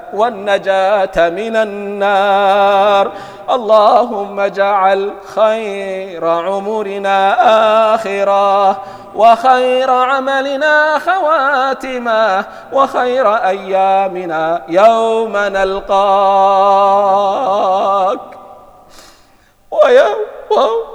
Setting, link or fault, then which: setting, large echoing room